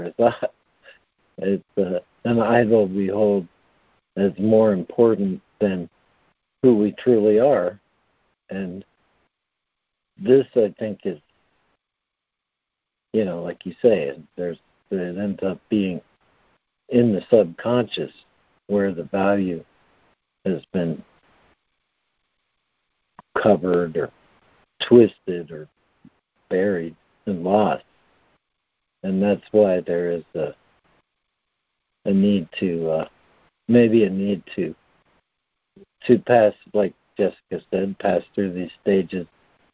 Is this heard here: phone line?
yes